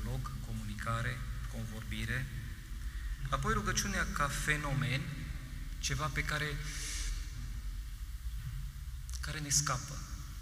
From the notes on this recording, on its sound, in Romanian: Material audio cules şi prelucrat din transmisiunea video în direct de la Catedrala din Lugoj